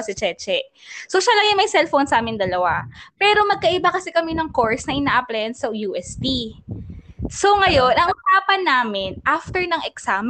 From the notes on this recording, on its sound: Please bear with us sa audio ng episode na ito, alam nyo naman ang internet connection sa Pinas!